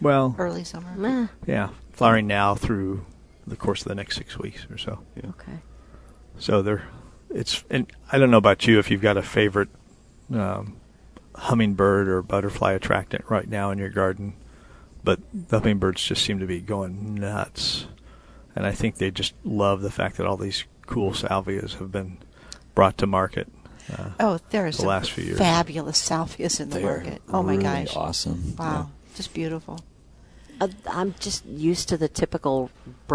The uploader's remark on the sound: Plant Experts Live at Prairie Gardens.